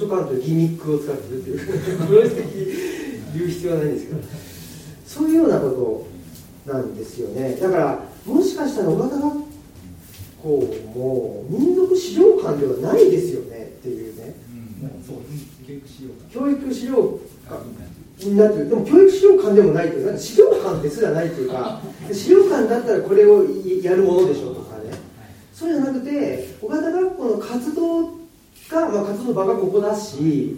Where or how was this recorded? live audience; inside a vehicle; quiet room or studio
live audience